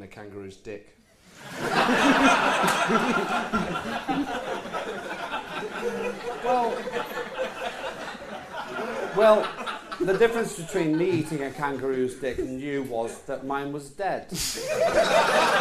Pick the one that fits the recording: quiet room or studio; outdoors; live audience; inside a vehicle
live audience